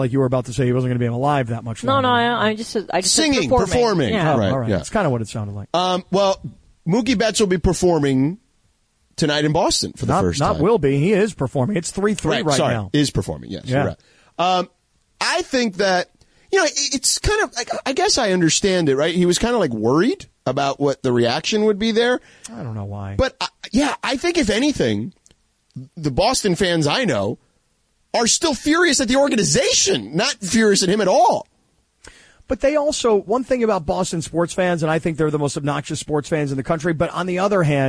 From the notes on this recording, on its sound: called